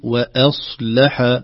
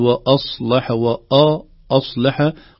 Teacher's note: الصاد المستعلية وقعت بين همزة مرققة ولم مرققة أيضا، فينبغي أن نقول وأصلح، خلنا نقول وأصلح وأصلح، قد يكون هذا وارد التأثر باستعلاء الصاد.